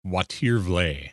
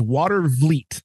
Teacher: that last T is not pronounced hard or it's silent altogether · Shown in: first take